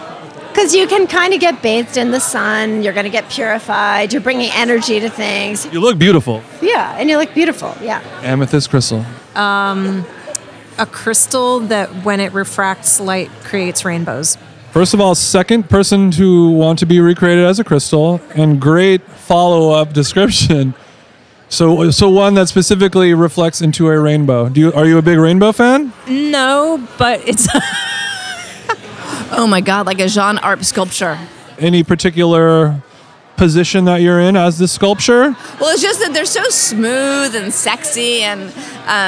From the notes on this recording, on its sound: This week we are very happy to present the keynote panel from the 2017 Food Book Fair, recorded live from Liberty Hall at the Ace Hotel New York. From the always poppin lobby of the Ace Hotel.